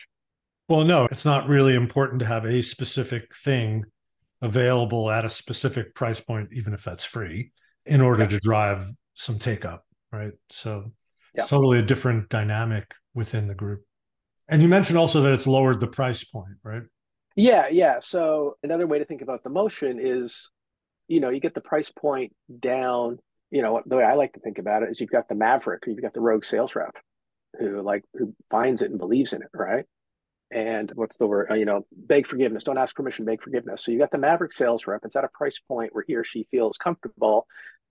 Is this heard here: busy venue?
no